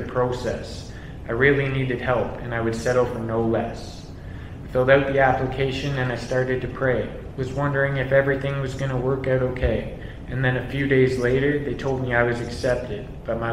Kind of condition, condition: setting, large echoing room